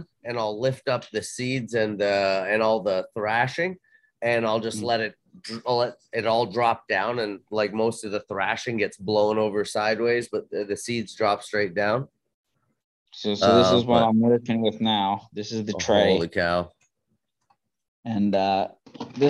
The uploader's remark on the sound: Zoom Meeting